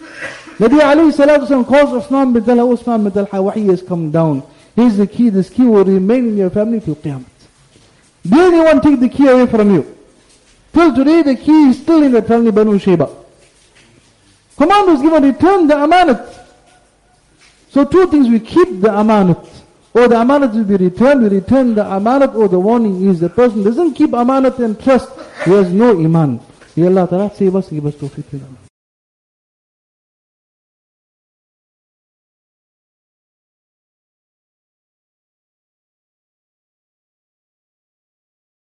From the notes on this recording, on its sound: Jumuah Lecture